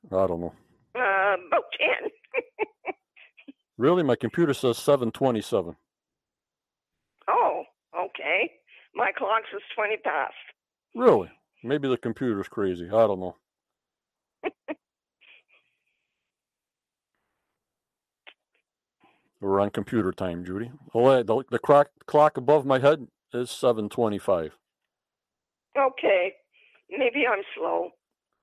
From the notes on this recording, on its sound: on the phone